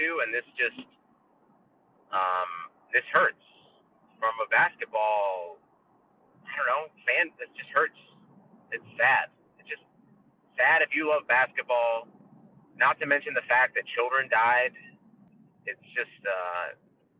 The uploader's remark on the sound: We were in the car and kept it brief.